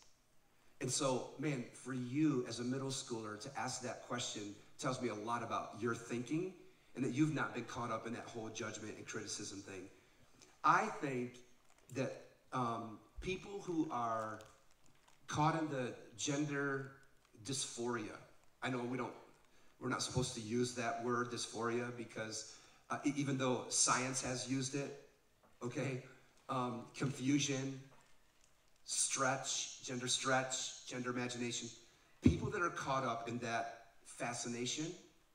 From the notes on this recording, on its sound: This live podcast from Oregon with a few hundred teenagers.